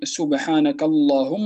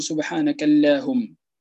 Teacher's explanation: تفخم تغلظ هذه اللام لأنها سبقت بفتحة في كلمة سبحانك في الكاف · Shown in: first take · Term: التفخيم